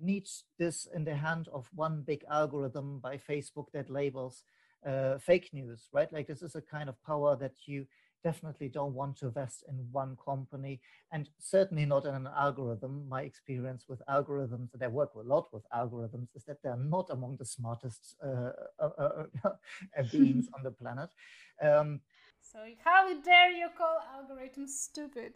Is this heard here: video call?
yes